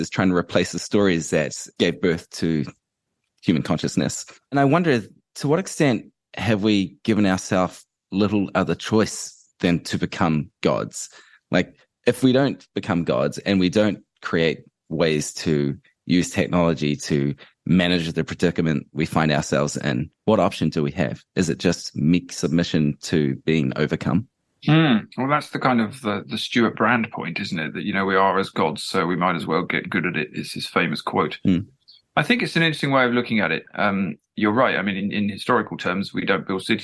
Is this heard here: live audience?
no